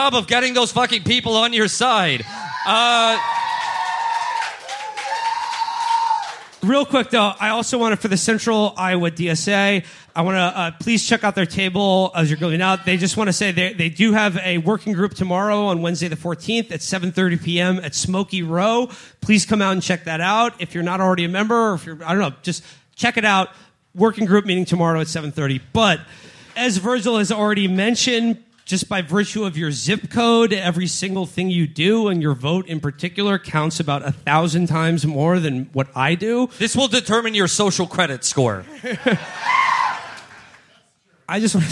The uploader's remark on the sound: Our live show from Vaudeville Mews in Des Moines, Iowa.